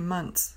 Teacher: you can cheat a little bit and replace the TH with a T and say months. There aren't very many times where you can do that, but you can in this case for this word months.